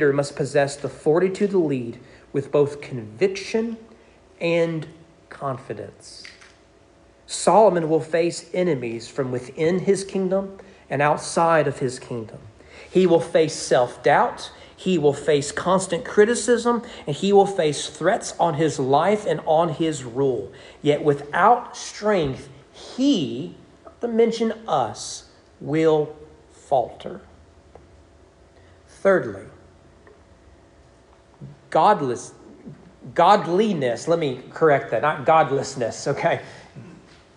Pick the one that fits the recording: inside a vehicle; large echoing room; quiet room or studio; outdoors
large echoing room